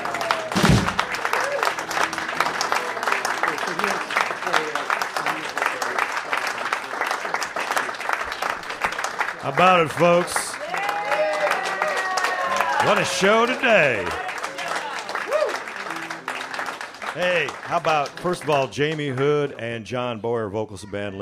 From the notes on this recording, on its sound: Live from the Monroe County History Center on November 10th